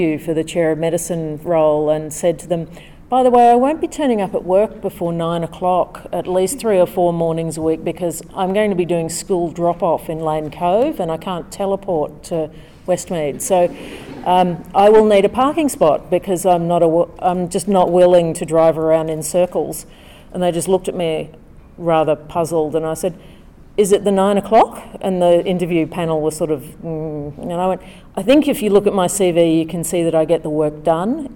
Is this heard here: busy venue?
yes